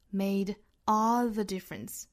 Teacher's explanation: 不连读的情况呢相当于把这个 all 给强调了一下，变得完全不一样了。所以 all 做重读。Has made all the difference.好，这句话我们再来读一下美音版。Two roads diverged in a wood